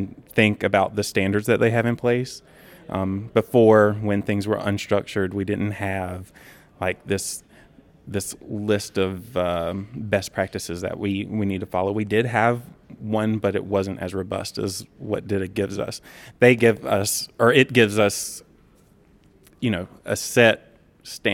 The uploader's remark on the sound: talk with attendees at the CMS/DITA North America conference